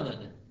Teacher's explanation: بدلنا الهمزه الف فهو اصله امنه، بدلنا الهمزه الثانيه مد مجانس لحركه الاولى صار امنه · Term: مد بدل